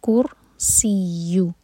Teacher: رو ساکن سے پہلے ہے ضمہ تو رو ساکن ہوگا ہیوی منہ بھر کر، کرسیہ یا پر شدہ تو اسٹرانگ پڑھیں گے، کرسیہ السماواتی، سماواتی میں ما اور وا دونوں دو دو حرکہ لمبا، والارض حمزہ کو لائٹ رکھیں گے اور رو ساکن ہیوی اور ضاد پر استطالا، والارض.